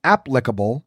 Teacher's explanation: The first syllable is the one that should be emphasized, as in applicable, rather than the second, which is applicable.